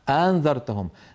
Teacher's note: أأنذرتهم، نسمع من بعض أبنائنا أأنذرتهم، فتدخل الهمزات في بعضها وتتسهل الهمزة الثانية